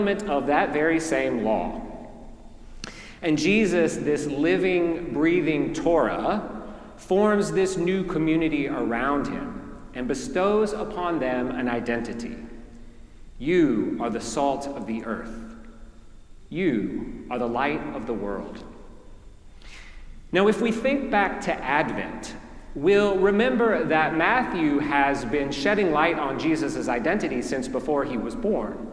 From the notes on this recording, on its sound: preached at our celebration of the Holy Eucharist on the Fifth Sunday after the Epiphany